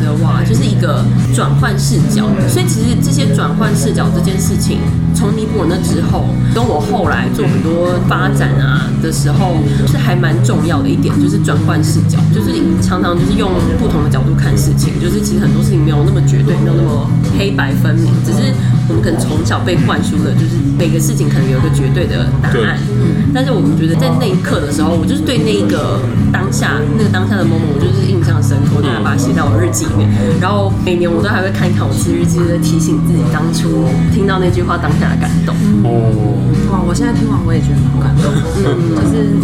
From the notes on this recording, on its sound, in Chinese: 本集白噪音指數：北風級 4/5。錄音地點： V&O Bar Kitchen。